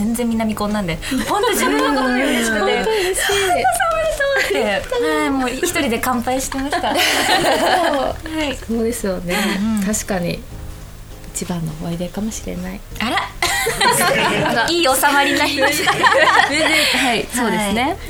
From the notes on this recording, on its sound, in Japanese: 約1年ぶりの公開収録です